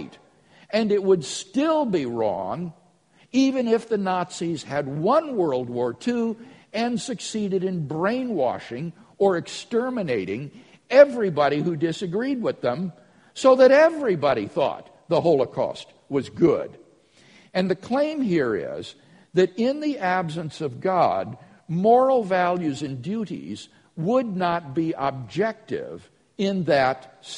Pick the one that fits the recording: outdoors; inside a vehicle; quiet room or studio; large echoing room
large echoing room